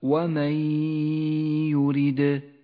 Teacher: بعد ذلك حكم الإدغام بغنة في قوله تعالى ومن يرد، النون الساكنة وبعدها حرف الياء، تدغم النون بالياء فتسقط النون من اللفظ